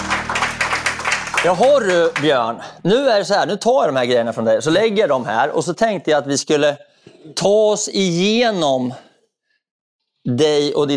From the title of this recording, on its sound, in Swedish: LIVE inspelning